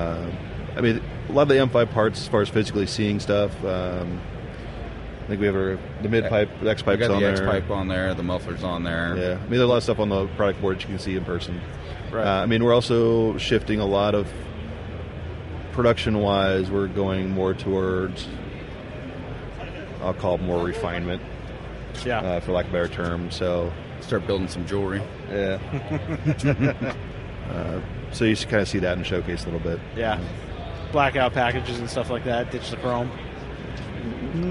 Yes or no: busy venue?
yes